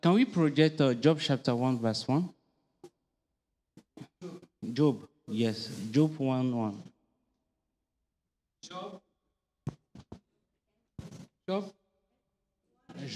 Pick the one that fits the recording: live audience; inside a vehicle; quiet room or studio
live audience